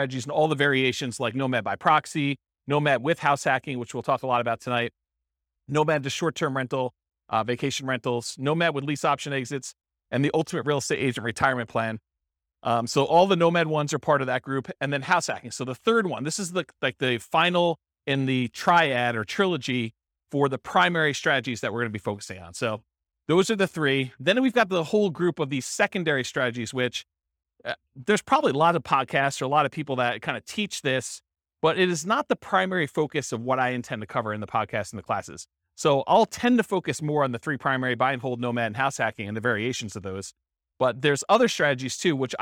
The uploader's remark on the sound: This was a live class recorded